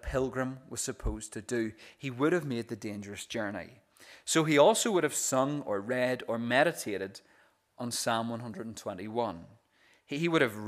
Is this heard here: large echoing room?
yes